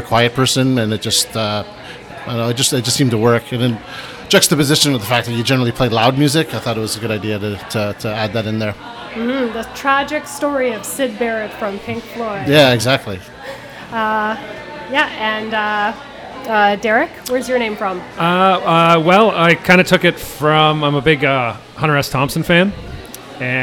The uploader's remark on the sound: On the Scene is live from Jane Bond!